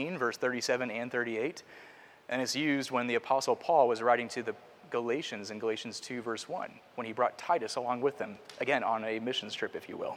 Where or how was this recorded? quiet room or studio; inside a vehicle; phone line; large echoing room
large echoing room